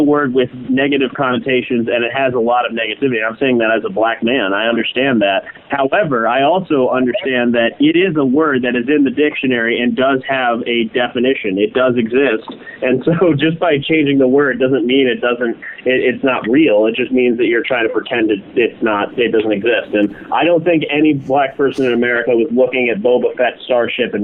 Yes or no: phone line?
yes